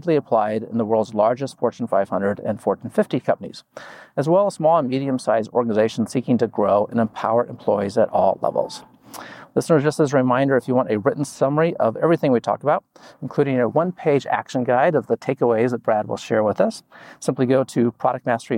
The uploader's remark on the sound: PDMA invited me to their conference to interview some of their speakers.